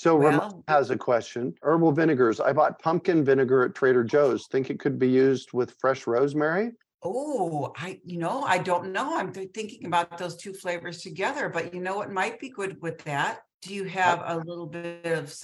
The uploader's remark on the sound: A relaxed conversation in a Zoom room with a special guest (or two) to cover useful gardening topics, and they answer questions from the live listening audience.